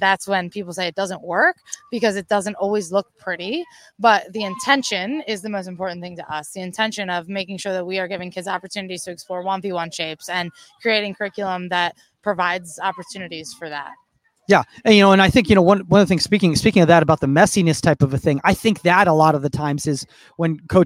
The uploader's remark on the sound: Live From TKI San Diego's Pro Clinic! How to record podcasts in torrential downpour.